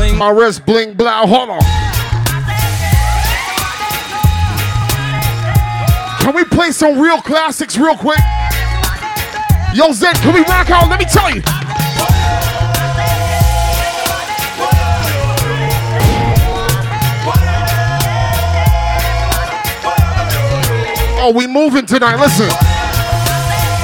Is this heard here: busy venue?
yes